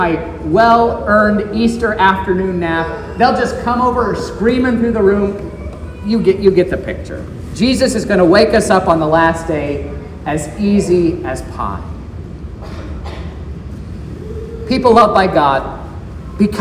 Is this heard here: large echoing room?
yes